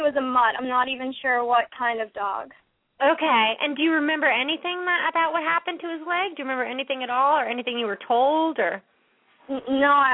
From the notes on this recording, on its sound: Pet Psychic Radio. Open up the lines for listeners to call in to ask questions to their animals.